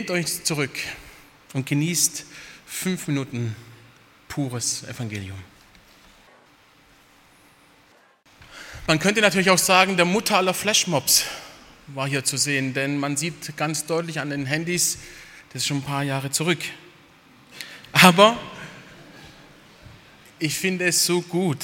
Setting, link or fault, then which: setting, large echoing room